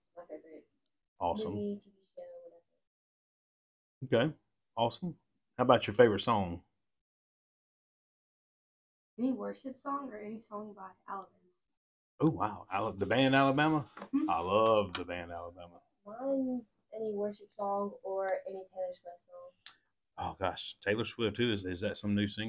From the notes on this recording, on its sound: We had a microphone malfunction, so you have to listen a little harder to the girls.